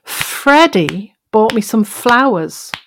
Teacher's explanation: Let's say that the F, the F of Freddie, took up more time in the word than the rest of the sounds in that word, the rest of the vowels and consonants in it. · Term: duration